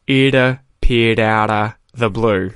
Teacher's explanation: there's a lot of T flaps going on there